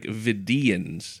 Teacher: The emphasis is more on that second syllable.